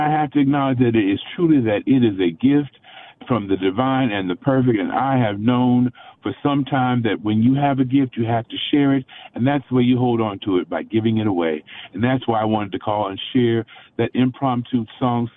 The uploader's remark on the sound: A special guest called